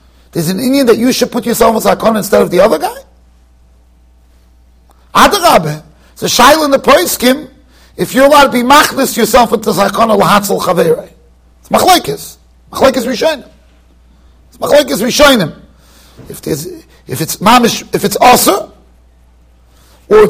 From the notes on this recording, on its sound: Shiur recorded in Yeshivas Ohr Reuven, Monsey NY.